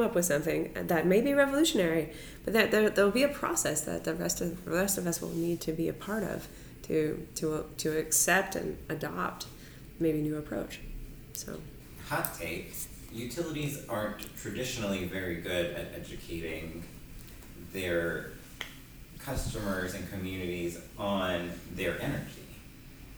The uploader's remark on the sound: We are LIVE and in person.